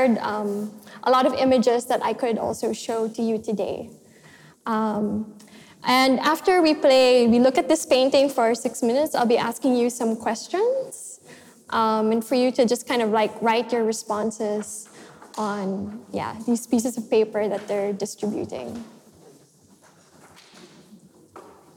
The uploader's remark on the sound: This session was recorded live in May 2018 at National Gallery Singapore .